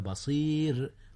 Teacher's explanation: رققت الراء لأن قبلها ياء وهي ساكنة